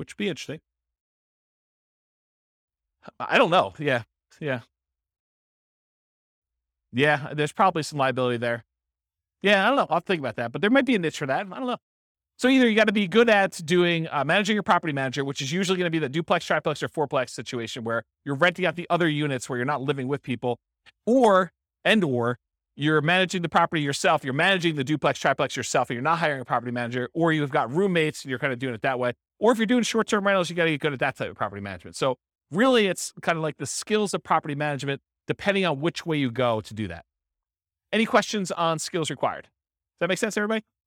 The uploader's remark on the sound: This was a live class recorded